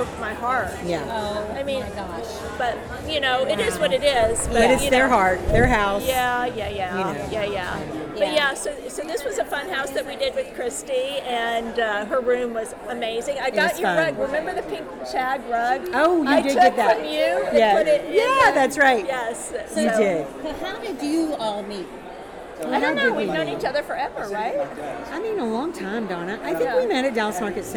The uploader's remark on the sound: Live at the Phillips Collection.